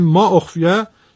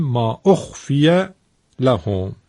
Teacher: ما اخفیه، نباید اینو بگیم ما اخفیه، اگه بشین ما اخفیه یعنی پس هیچی اصلا وجود نداره، ما مای نافیه میشه، بلکه باید بگیم ما اخفیه لهم، یعنی ما رو پایین بیاریم، اخفیه رو یکمی بالاتر ببریم، مای موصوله جا میفته · Shown in: second take